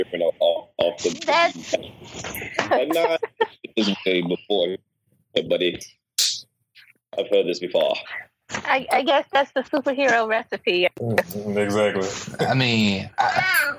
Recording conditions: poor sound quality